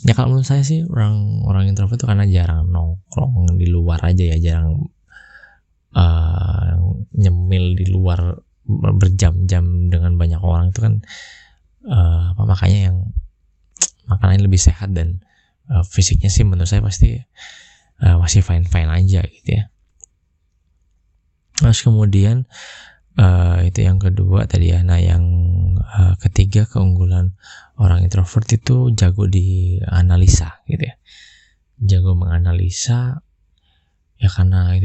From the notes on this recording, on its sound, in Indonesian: Mohon maaf audio kurang maksimal